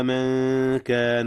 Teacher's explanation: أخفيت نون من قبل الكاف من كان، والكاف من حروف الإخفاء